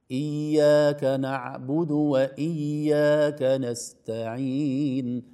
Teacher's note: الشدة زمن الياءين، إياك بليونة وليس بشدة. لو قلنا إياك، إياك نعبد وإياك، هذه فيها شدة، يخرج الحرف بصعوبة.